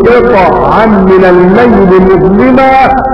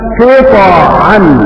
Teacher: بسكون الطاء مع القلقلة. وقرأ خلف العاشر وأبو جعفر بتحريك الطاء بالفتح قطعا